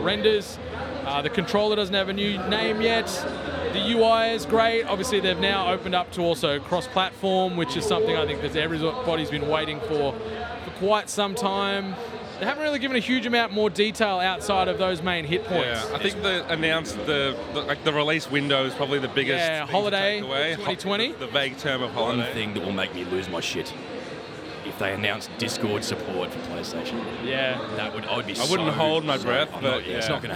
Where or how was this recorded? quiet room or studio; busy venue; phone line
busy venue